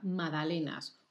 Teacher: Se escribe con G, pero la G no se pronuncia nunca.